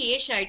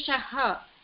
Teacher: Visarga, you are saying Esha, it is Eshaha. · Shown in: second take